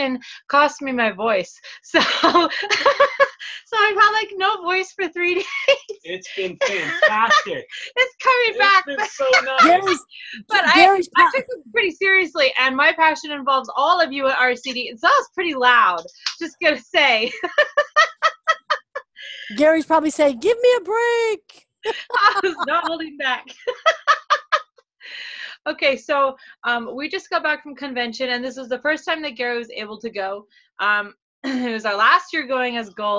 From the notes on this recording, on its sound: Zoom call - I believe this one was from our hotel room at convention, the file may be cut off halfway through. There were a lot of technical issues!!